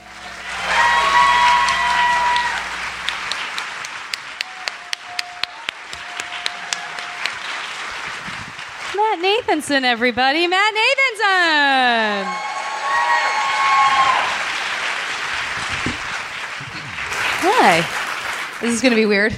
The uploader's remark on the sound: This special live episode recorded at the 16th annual SF Sketchfest.